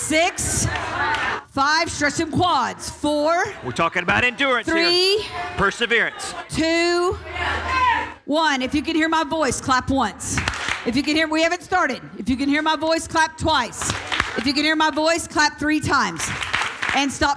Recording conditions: live audience